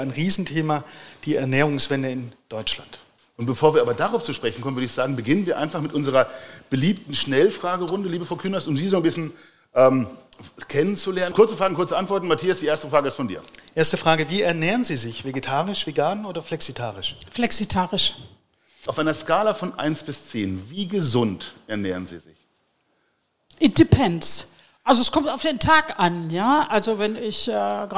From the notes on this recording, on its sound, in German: Den wir live beim Food Innovation Camp vor Publikum aufgezeichnet haben.